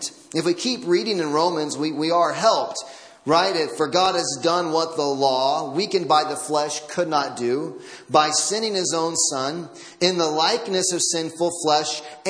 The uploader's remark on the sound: Audio from Christmas Eve Service.